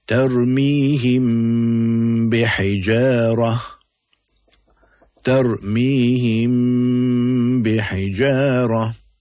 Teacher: It will be pronounced with a light nasal sound in the nose for a duration of 2 haraka. · Term: Ikhfa Shafawi